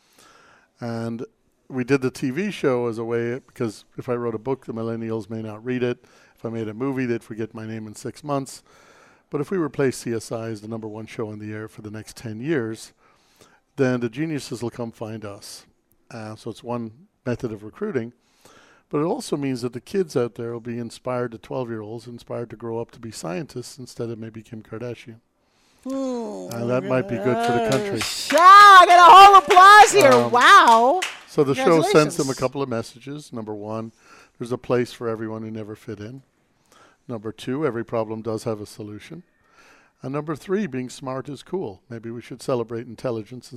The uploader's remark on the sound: Live at CWC2017. Join VoiceAmerica and Special guest Hosts as we Broadcast Live form the Largest Women's conference in the USA! We will be live for 2 days bringing you all the event action, keynote speakers and VoiceAmerica hosts.